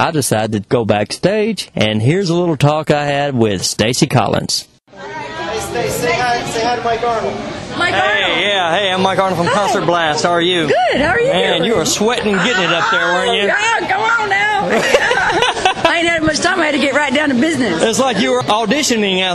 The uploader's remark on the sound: Nashville, TN – Mercy Lounge. Made their long awaited return to Nashville, TN to play The Mercy Lounge. Before the band’s sound check. For a short interview. One side of the stage. Ready with his mic to record any special live audio clips for the podcast (and there were several).